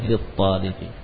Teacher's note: Lalu yang terbaca adalah huruf to-nya karena ya, termasuk huruf syamsiah li talibi. Ahsan barakallahu.